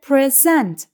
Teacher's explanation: Ancak sunmak anlamına gelen present fiilinde vurgu ikinci hecededir